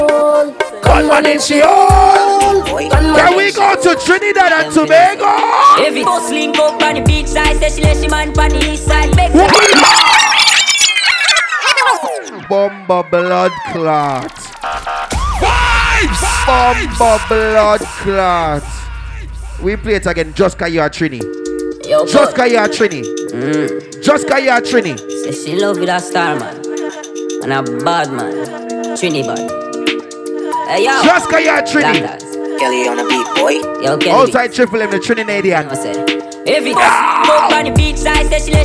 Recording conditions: busy venue